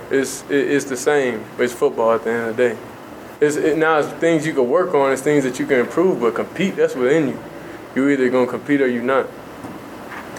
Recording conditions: busy venue